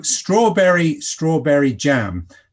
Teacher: So you get this two, you get a stress on the first beat, and then two, so it effectively goes dum diddy · Term: dum-di-di little foot